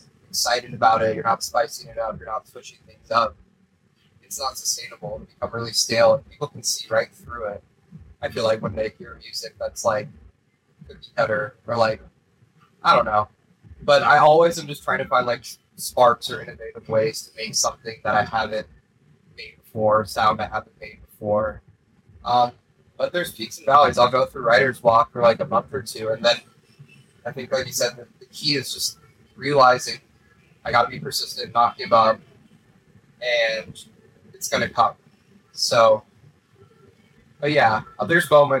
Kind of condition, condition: fault, poor microphone